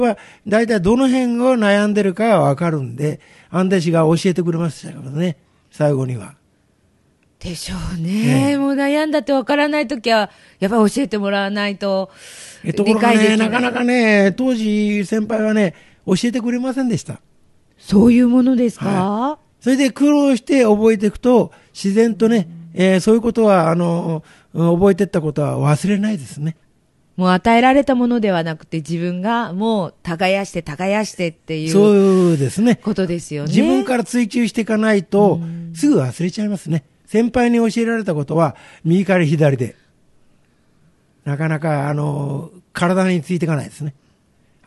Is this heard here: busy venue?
no